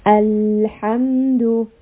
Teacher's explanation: we are resting on this lam sound because it is a letter of tawassut